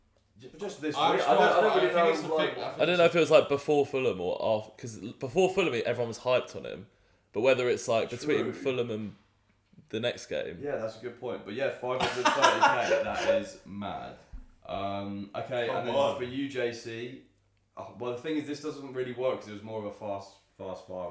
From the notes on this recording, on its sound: NEW MICROPHONES (bare with us as we get used to them lol).